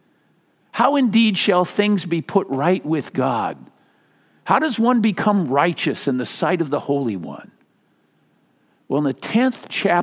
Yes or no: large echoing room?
yes